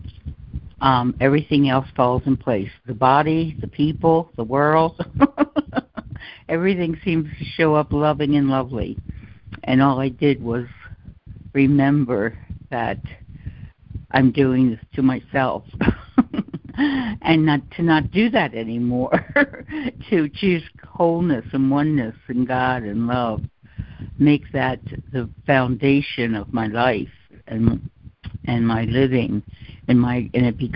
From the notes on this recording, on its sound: ACIM Daily Conference Call